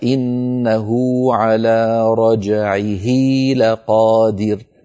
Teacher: أشبعنا ضمة الهاء في إنه حتى تولد منها واو لفظية تنطق ولا تكتب في الخط · Term: مد الصلة